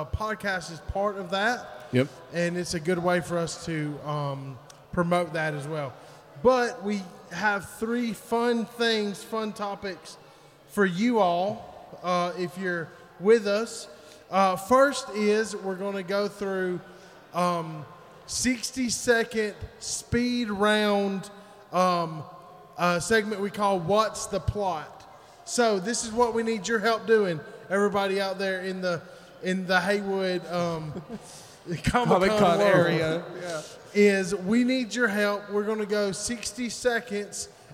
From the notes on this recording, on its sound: Live at Haywood Comic Con 2023. With the help of our live audience.